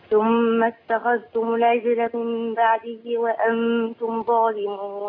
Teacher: الجيم بتاعت العجلة محتاجين احنا نعمل ايه؟ محتاجين احنا نقلقلها